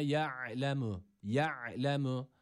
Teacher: Boğazımızı sıkıyoruz çünkü ayın harfi boğaz harfidir. Bu harfi bu şekilde çıkarmaya çalışıyoruz.